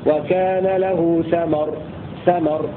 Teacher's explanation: قرأ عاصم بفتح التاء والميم بدلا من ضمها في قوله تعالى وكان له ثمر ثمر.